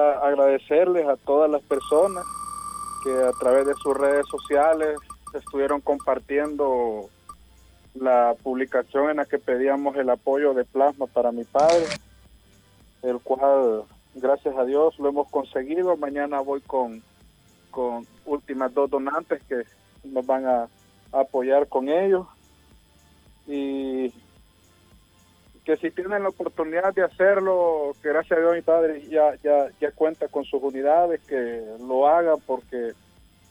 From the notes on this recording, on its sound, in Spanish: nos llamo por teléfono